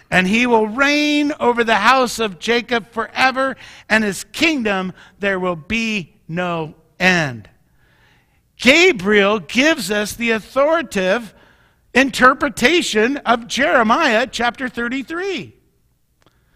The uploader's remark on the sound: Mt. Zion Church Live!